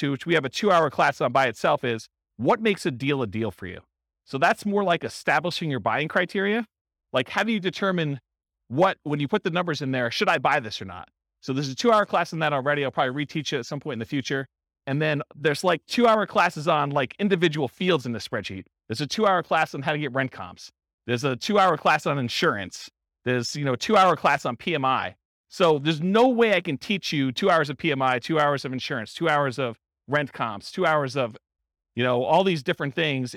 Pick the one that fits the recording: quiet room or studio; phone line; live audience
live audience